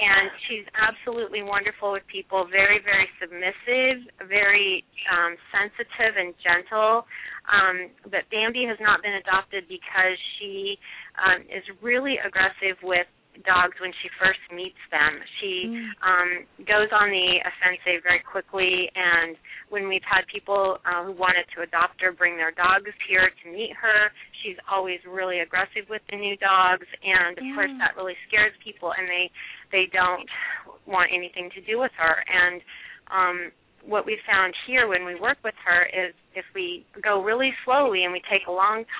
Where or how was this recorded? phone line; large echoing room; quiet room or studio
phone line